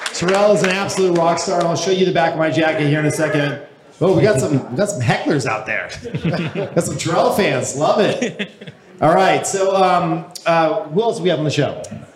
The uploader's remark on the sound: Live Audience Panel